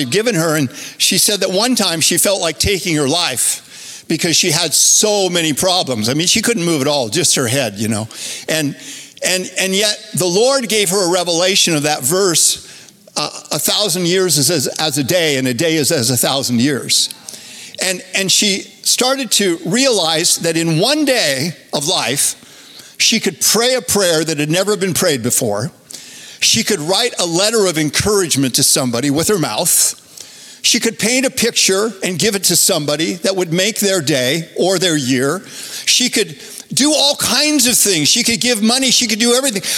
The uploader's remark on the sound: Recorded Live at Capital Church in Meridian, Idaho